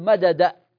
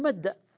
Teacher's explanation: نسكن الدال الأولى ثم ندخلها في الدال الثانية فتصير كلها حرفا واحدا لكنه مشدد · Shown in: second take · وهو في الأصل عبارة عن حرفين. · Term: الإدغام